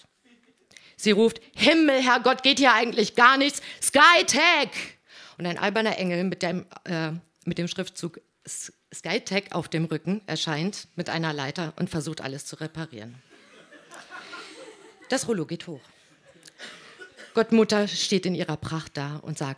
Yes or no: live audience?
yes